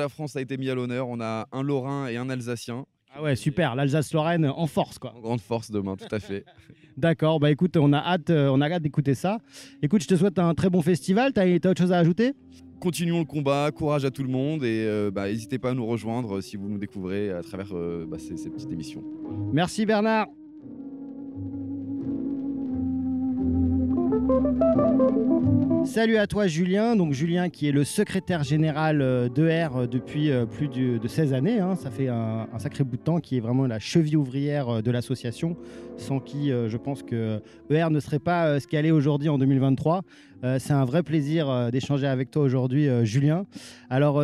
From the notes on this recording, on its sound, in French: Les équipes d'ERFM sont en Bourgogne pour le "Festival de la Réconciliation d'E&R". La parole est donnée aux organisateurs, conférenciers et festivaliers à travers un "micro-pelouse" riche et plein de vie.